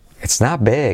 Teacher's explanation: not, la T casi no se dice